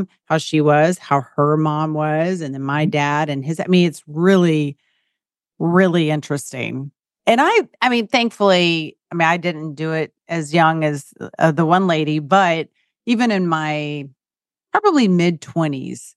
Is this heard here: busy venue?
no